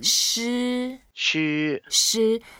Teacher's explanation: shi is the first tone, so you make it flat